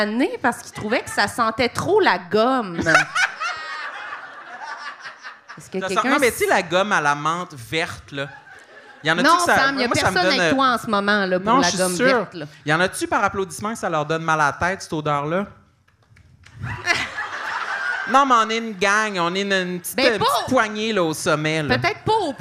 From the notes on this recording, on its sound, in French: Petit party enregistré au théâtre La Chapelle de Québec!